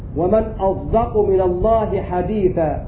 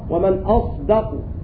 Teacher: بإشمام الصاد بمعنى خلط صوت الصاد بصوت الزاي فيتولد منها ظاء كظاء العوام إذا وقعت الصاد قبل الدال · Shown in: first take